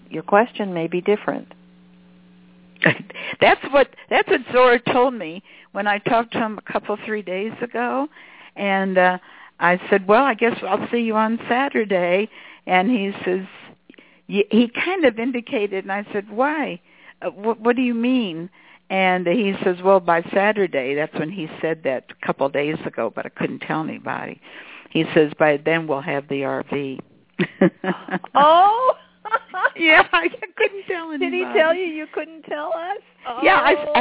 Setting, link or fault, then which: link, phone line